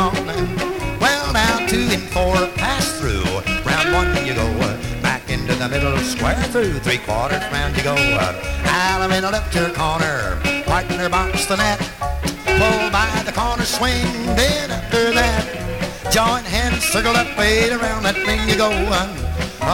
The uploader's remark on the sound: Track four, record one from the 1964 Blue Star Jubilee Square Dance held in the Sam Houston Auditorium.